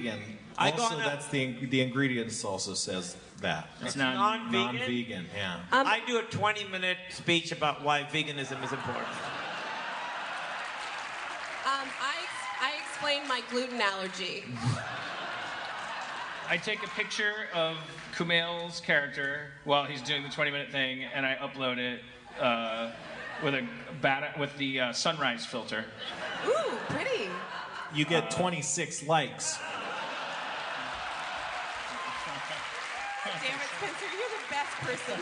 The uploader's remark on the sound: Live At JFL Toronto 2016